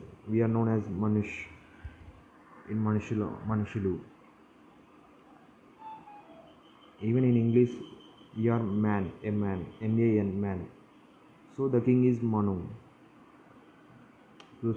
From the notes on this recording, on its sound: Please ignore my bad English and background noise.